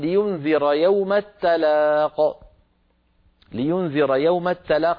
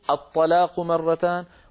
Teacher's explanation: لا يصح أن يفخم القارئ التاء، لأنه لو فخمها لحولها إلى الطلاق